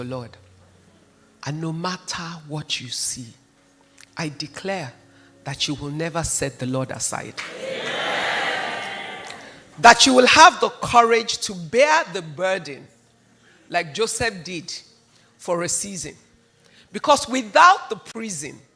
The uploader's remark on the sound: I delivered this teaching at the inaugural Find Your Voice conference in London.